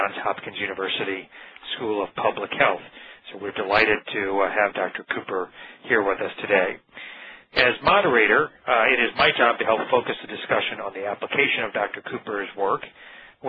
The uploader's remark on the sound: May 2009 Author in the Room® Teleconference